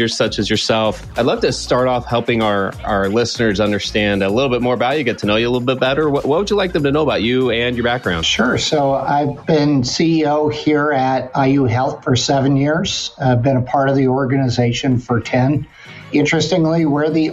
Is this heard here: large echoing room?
no